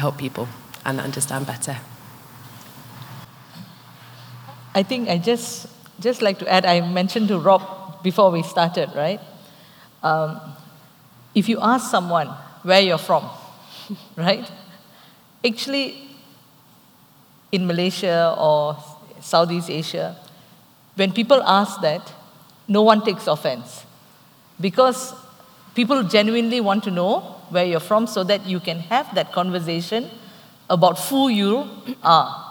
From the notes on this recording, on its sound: TASME TiME Live at the ASME ASM. We had a pleasure of hosting a special live episode of TASME TiME.